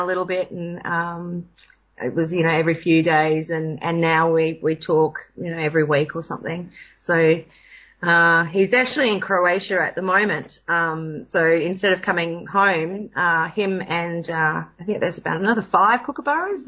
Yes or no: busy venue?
no